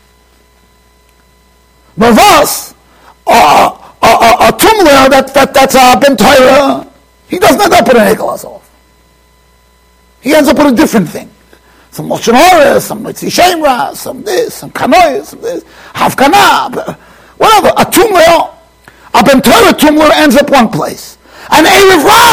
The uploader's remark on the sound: Shiur recorded in Yeshivas Ohr Reuven, Monsey NY.